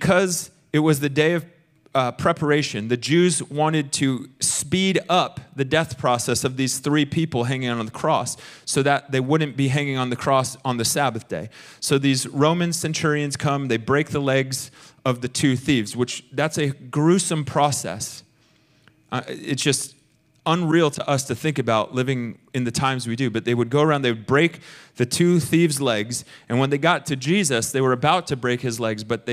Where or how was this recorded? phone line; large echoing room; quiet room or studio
large echoing room